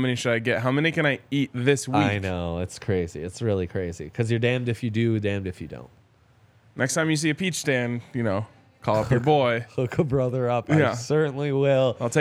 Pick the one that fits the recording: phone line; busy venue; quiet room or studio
busy venue